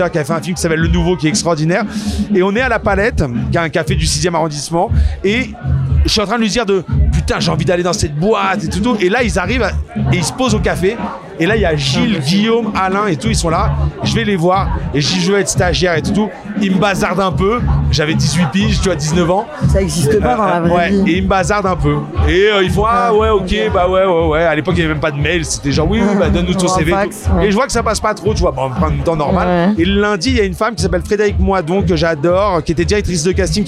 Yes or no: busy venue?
yes